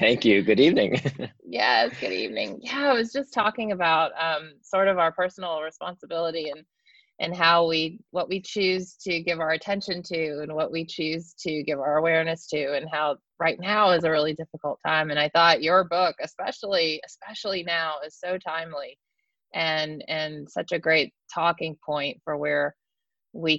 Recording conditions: video call